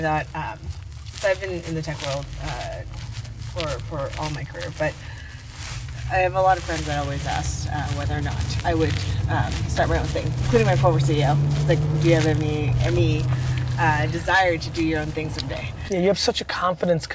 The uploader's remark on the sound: Car Ride Conversation. Takes a ride with me to have our meeting.